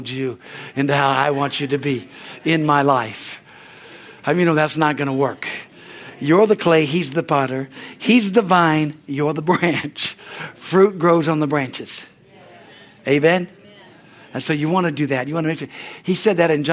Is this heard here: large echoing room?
yes